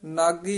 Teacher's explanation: ਬਿਹਾਣੀ ਤਾ ਪ੍ਰਣਵਤ ਨਾਨਕ ਨਾਗੀ ਦਾਜੈ ਇਹ ਨਾਗੀ ਹੀ ਉਚਾਰਨ ਕਰਨਾ ਆਮ ਇਹਨੂੰ ਨਾਂਗੀ ਕਹਿ ਦਿੰਦੇ ਉਂਝ ਨਾਗੀ ਹੀ ਉਚਾਰਨ ਬਿੰਦੀ ਤੋਂ ਰਹਿਤ ਕਰਨਾ